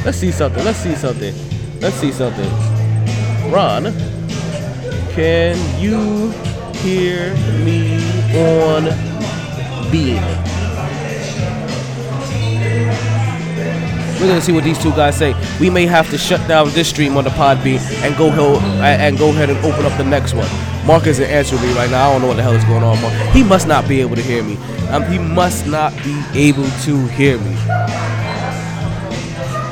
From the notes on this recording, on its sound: Live From The New & Improved Sharkeys